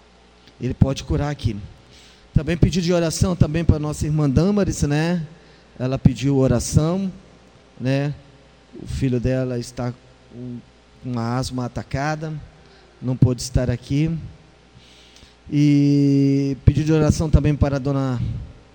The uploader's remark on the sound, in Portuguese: IGREJA ASS. DO NOME DO SENHOR JESUS EM JD. TROPICAL. Culto transmitido ao vivo pela RÁDIO LIVE GOSPEL.